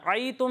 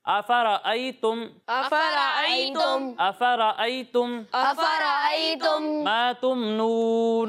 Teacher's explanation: حمزہ کی ادائیگی واضح ہونی چاہیے، اسے عین کے ساتھ تبدیل نہیں کرنا · Shown in: second take